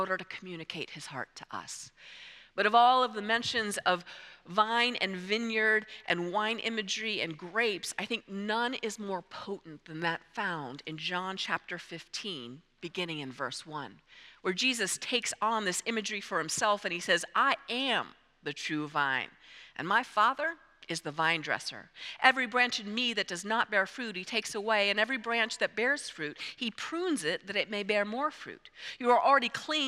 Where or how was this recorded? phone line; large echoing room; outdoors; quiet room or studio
large echoing room